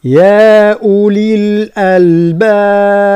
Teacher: ثم الملاحظة الموالية: الألباب، اللام حذاري من قلقلتها، لا نقول الألا الألا، لا الأل، نضغط على اللسان حتى لا يقع يعني نوع من الاضطراب فيصبح النطق كأنه فيه قلقلة. ثم الباء التي نقف عليها فهي مقلقلة لأنه قفنا عليها بالسكون